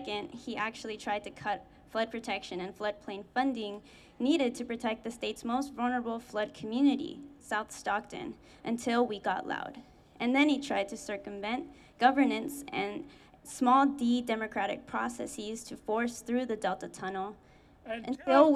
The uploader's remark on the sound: Save California Salmon Rally at The State Capital. Sounds from the Save California Salmon event held at the California State Capitol on July 5th.